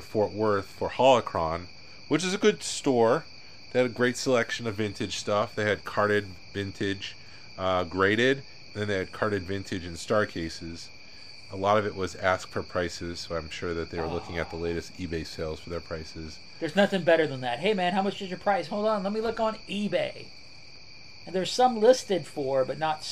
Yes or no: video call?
no